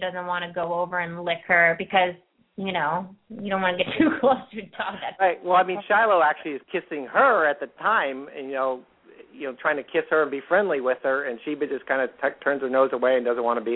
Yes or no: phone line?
yes